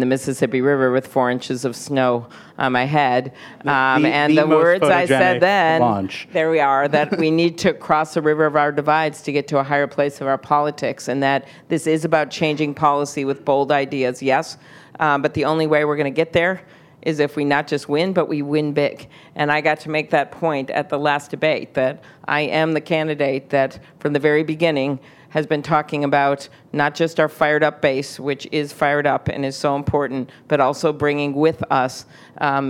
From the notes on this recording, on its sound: The Atlantic hosts its annual festival in our nation’s capital. On stage for a live taping of Radio Atlantic.